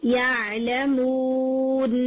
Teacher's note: تو یہ مد عارض سکون بن جائے گی کیونکہ مو مد لیٹر واو ہے اور مو کے بعد جو نون ہے اسے وقف کی صورت میں ساکن کر دیا جائے گا. تو اٹ وڈ بی یعلمون، تو یہ مد عارض سکون بن جائے گی.